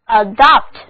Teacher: 重音放在第二个音节上